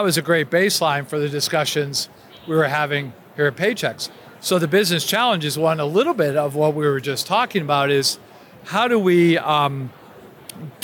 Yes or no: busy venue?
yes